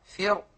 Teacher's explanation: إن وقفنا عليها لجميع القراء من جميع الطرق تكون بتفخيم الراء